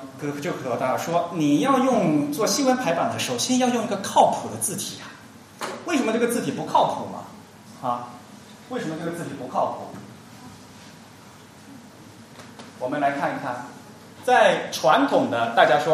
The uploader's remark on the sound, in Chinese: 沙龙在上海同济大学设计创意学院举办。今日播出现场录音，以飨未能到场的听众。